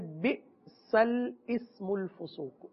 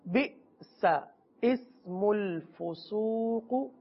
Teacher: سین کو لام کے ساتھ ملا کر بھی پڑھ سکتے ہیں · Shown in: first take · دو طریقے ہیں.